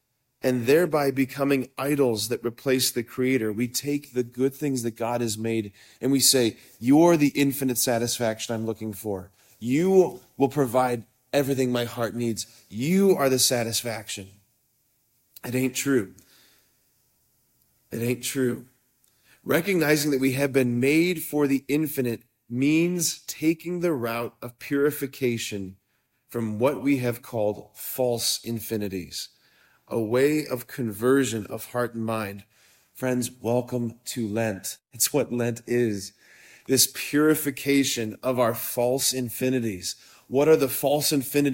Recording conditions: large echoing room